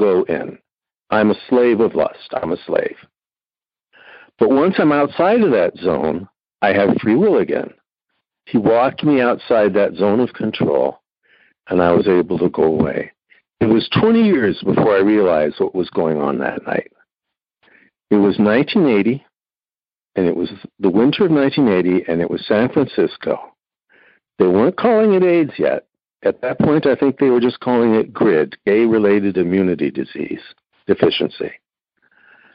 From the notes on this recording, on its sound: Noon Phone Speaker Meeting